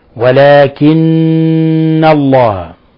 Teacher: النون المشددة تغن مقدار حركتين، يعني تعطى غن من الخشوم · Term: حرف غن مشدد